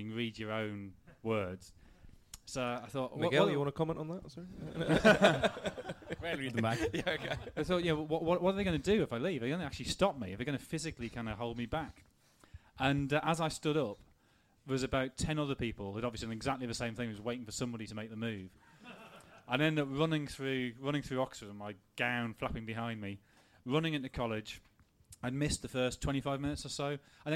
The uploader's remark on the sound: The audio recording from the first half of our event in London on Thursday 21st March.